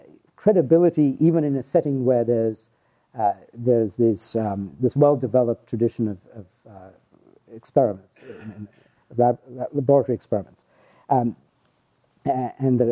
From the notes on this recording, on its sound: The 2016 Coase Lecture was presented on February 16, 2016